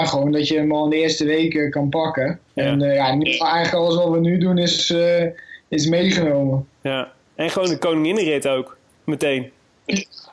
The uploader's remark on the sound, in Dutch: We mochten met ‘m Skypen op z’n eerste rustdag